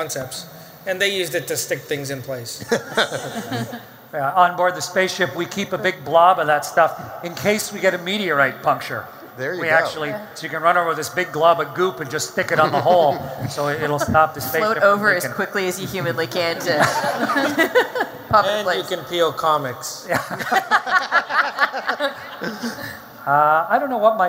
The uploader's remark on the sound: StarTalk Live! from Future Con.